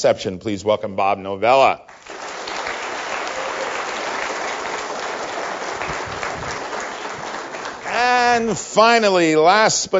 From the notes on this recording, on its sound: Live from NECSS. Live QA.